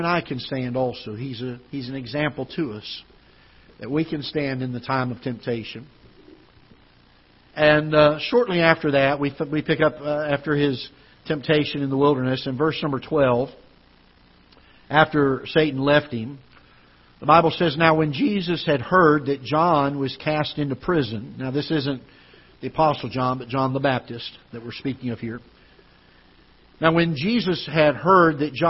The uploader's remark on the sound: Ketha Heights Baptist Church ~ Live Broadcast.